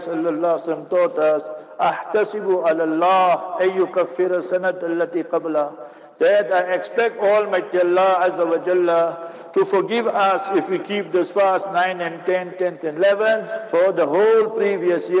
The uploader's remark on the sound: Jumah Lecture at Masjid Abdullah Bin Salaam (21 Fairway Kelvin).